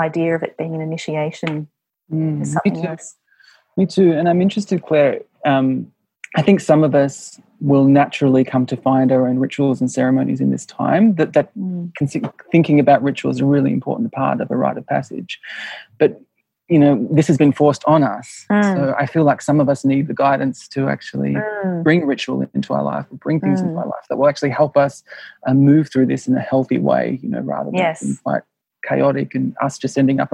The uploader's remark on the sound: Welcome back to the Zoom Room for our Dumbo Feather Conversation